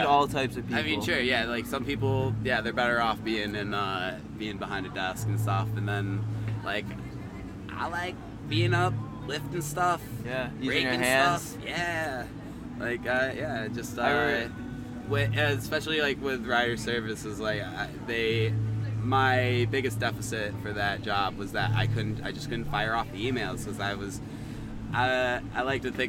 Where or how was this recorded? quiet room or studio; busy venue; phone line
busy venue